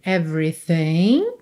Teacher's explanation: você não pronuncia o segundo E de everything. Então, do V vai pro RI já.